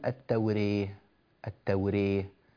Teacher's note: نرقق الراء لأنها ممالة مع أنها مفتوحة، مفتوحة يعني راء حركتها حركة الفتح، ولكنها لما أميلت رققت الراء. · Term: الراء الممالة